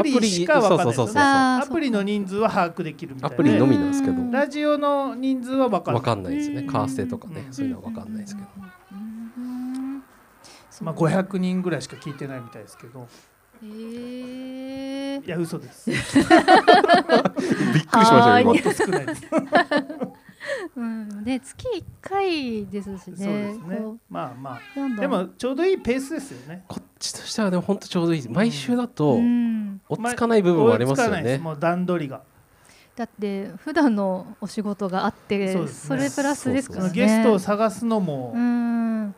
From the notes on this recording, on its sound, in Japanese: Studio baco10周年パーティにて公開収録を行いました。